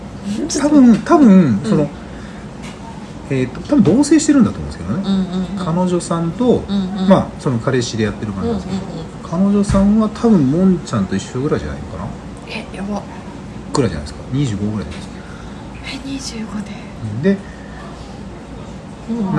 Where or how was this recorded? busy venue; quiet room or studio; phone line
busy venue